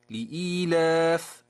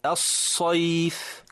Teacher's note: هل لاحظت الهواء الذي يخرج مع الفاء والشين والصاد والتاء والسين؟